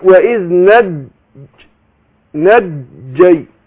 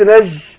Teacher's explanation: الجيم بتخرج من وسط اللسان، والجيم حرف شديد مجهور، فبيحصل فيه حبس للنفس وللصوت · Shown in: first take